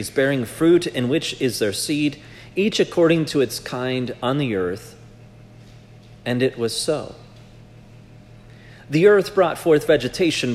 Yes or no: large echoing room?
yes